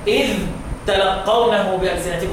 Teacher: اوعى تلغم الزال في التاء · Term: الزال مظهره